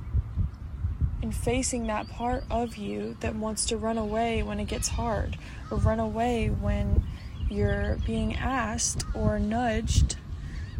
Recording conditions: outdoors